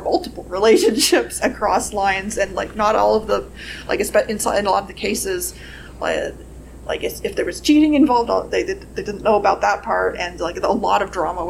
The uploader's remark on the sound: Recorded at Metatopia 2023